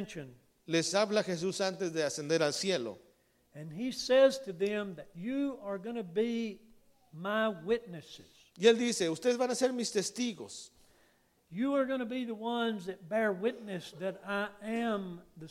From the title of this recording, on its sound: Combined Service w/ Hispanic Church